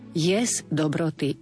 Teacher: Jesť dobroty je zase spojenie neznelej spoluhlásky so znelou.